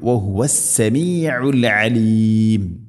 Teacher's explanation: രണ്ടും ഐനിൻ്റെ ഉച്ചാരണം ശ്രദ്ധിക്കണം. തൊണ്ടയുടെ മധ്യഭാഗം സമീഉൽ അലീം എന്നല്ല പറയേണ്ടത്, സമീഉൽ, വഹുവ സമീഉൽ അലീം.